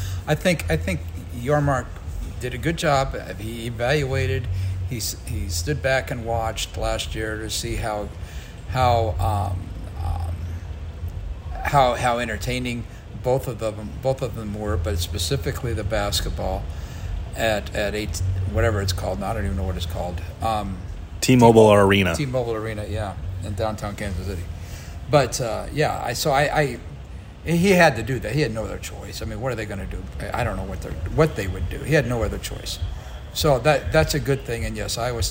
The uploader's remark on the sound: Live from Big 12 football media days. AT&T Stadium in Arlington, Texas, site of the annual Big 12 football media days.